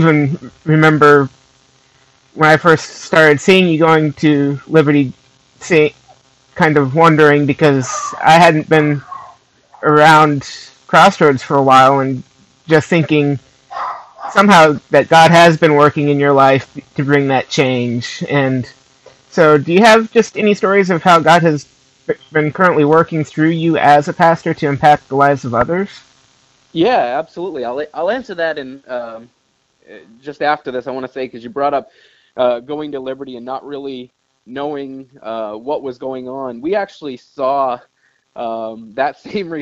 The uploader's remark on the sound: This week we get my first phone interview.